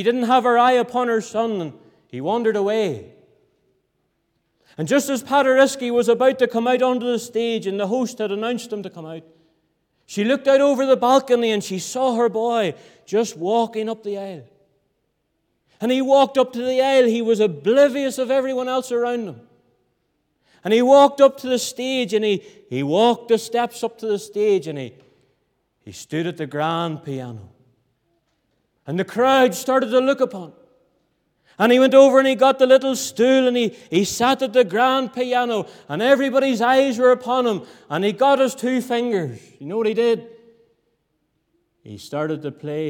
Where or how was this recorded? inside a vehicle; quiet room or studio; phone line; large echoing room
large echoing room